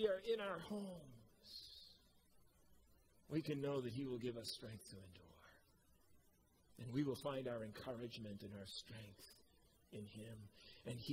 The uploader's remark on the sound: Preached at COMMUNITY Covenant on 8/8/21